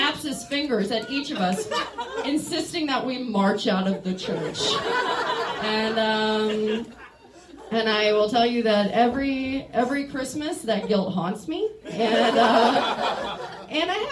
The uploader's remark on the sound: Recorded at our live show.